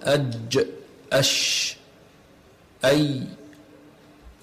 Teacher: وسط اللسان ويخرج منه الجيم والشين والياء الغير مادية · Term: الأحرف الشجرية